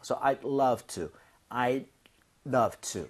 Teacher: D 사운드는 거의 안 납니다. 그래서 차라리 I do 할 거면 D를 drop 하는 게 오히려 날 정도예요. 혀가 입천장에 살짝만 붙는다는 느낌이에요.